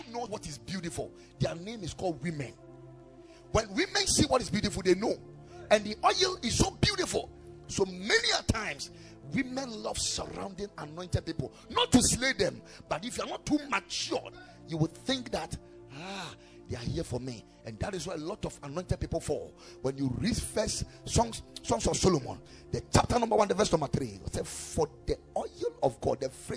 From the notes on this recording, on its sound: Preached at the Ekklesia Chapel